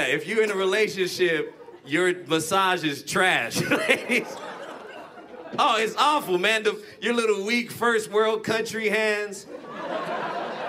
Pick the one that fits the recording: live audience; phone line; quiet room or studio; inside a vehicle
live audience